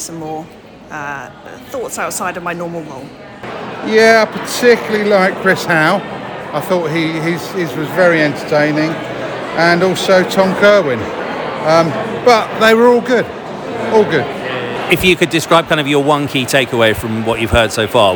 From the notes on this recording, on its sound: I'm chatting with some of the attendees at UX Brighton 2023. I'm chatting with some of the attendees at UX Brighton 2023.